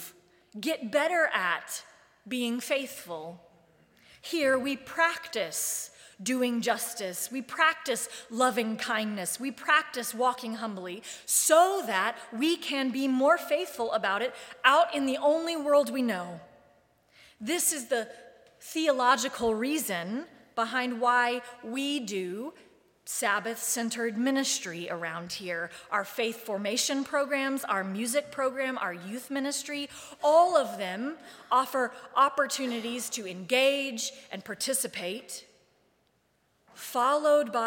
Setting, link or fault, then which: setting, large echoing room